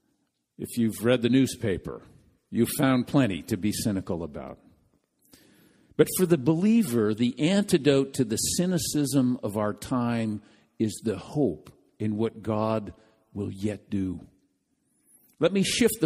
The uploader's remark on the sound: This message was delivered during the Contemporary Worship service.